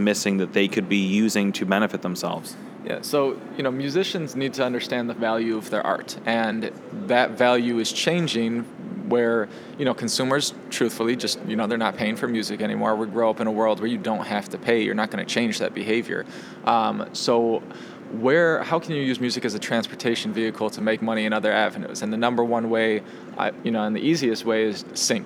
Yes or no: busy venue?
yes